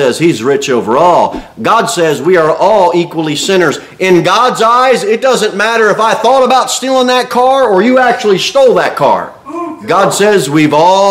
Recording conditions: large echoing room